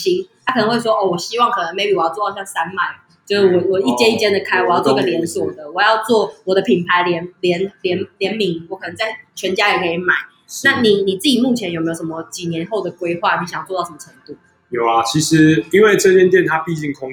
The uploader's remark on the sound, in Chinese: 我們出外景了，收音部分要再加強我知道。這集節目在Tiny Beertail Bar（小調啤）錄製。我這集邊喝啤酒邊錄音。